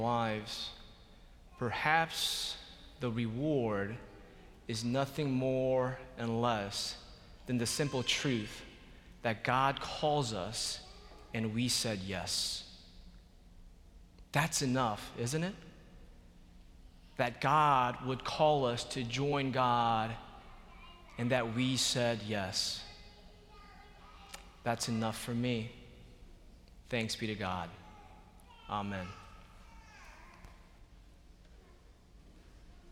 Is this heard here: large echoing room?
yes